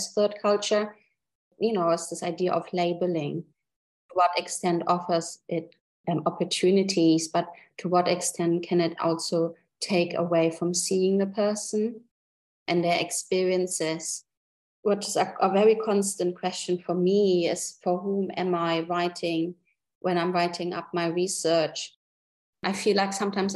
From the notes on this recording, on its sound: At the UNESCO RILA Spring School: The Arts of Integrating, which took place in May 2023. An online panel discussion.